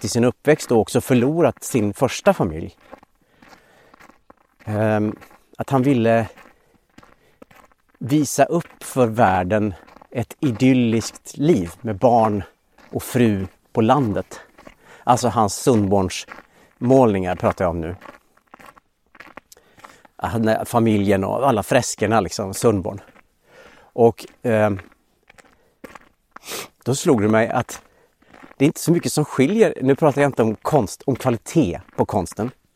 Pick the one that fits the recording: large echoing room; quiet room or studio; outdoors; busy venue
outdoors